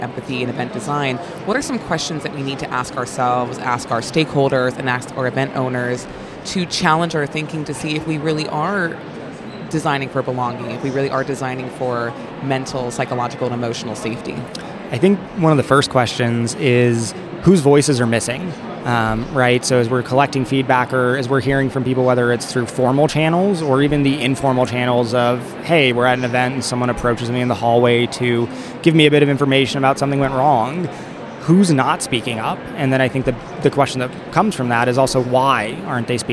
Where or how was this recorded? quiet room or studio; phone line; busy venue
busy venue